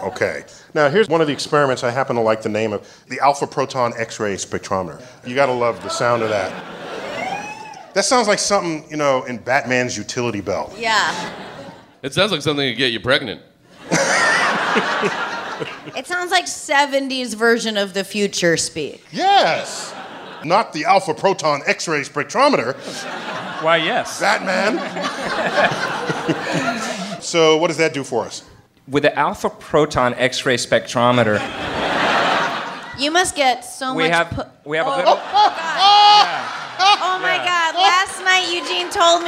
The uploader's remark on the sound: StarTalk Live descends on The Bell House